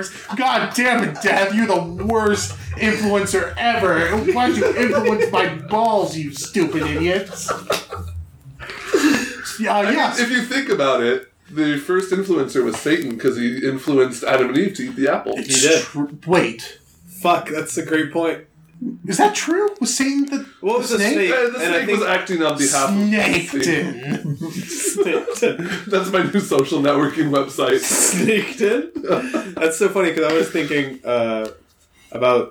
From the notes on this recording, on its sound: what if we recorded the whole episode in person and still managed to make it sound like shit